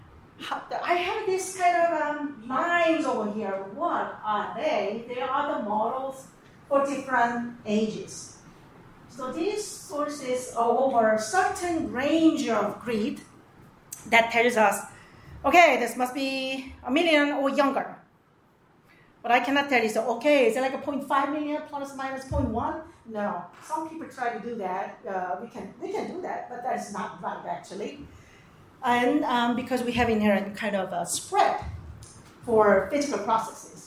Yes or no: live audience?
yes